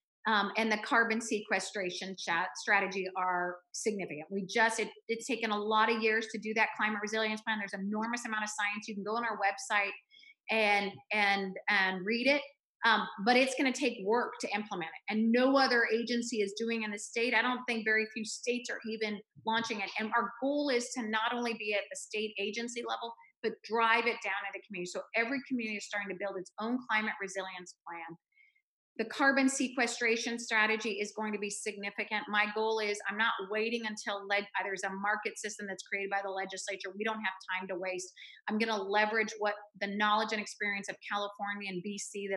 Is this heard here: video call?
yes